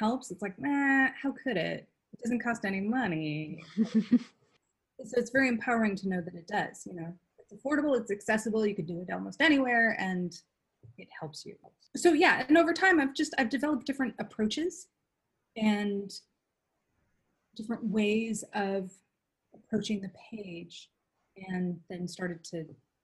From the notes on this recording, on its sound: This conversation took place live as part of Flourish & Bloom Collective , a cozy online group